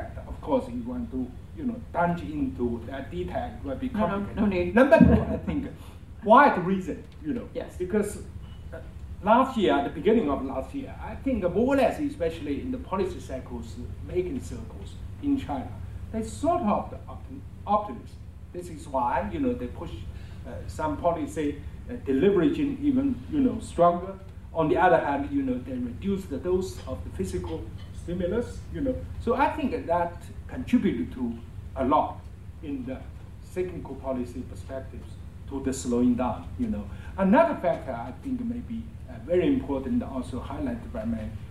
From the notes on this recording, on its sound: Recorded at the annual Forecast of China’s Economy for 2019, hosted by the National Committee on U.S.-China Relations and Peking University’s China Center for Economic Research, at the Citigroup Center. An expert panel.